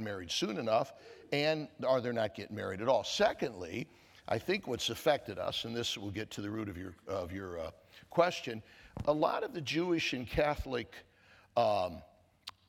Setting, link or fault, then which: setting, live audience